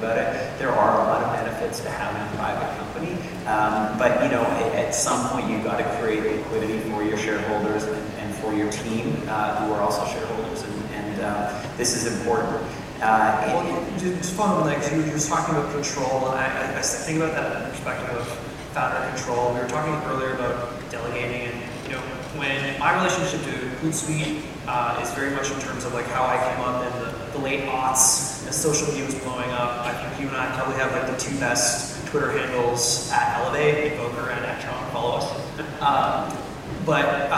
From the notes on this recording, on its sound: Live from the Toronto Elevate Tech Conference Stage